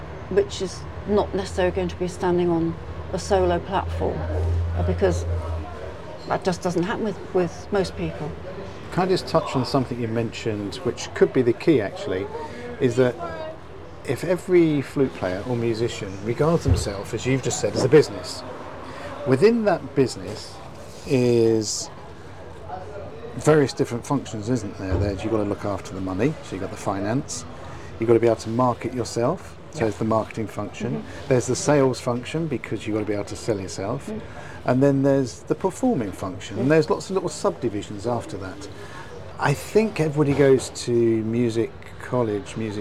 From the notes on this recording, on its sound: sitting outside the coffee shop in the seaside town of Hove in Southern England